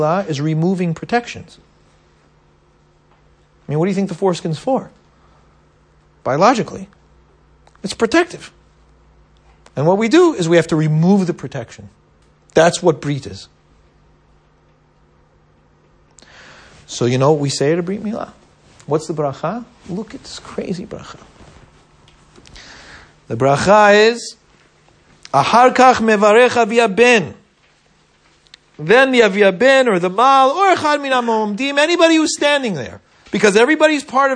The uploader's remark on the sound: at Stanmore and Canons Park United Synagogue